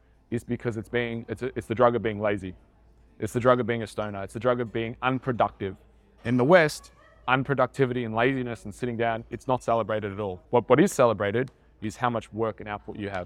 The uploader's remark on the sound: This episode was filmed and recorded at a recent Internship I ran for trainers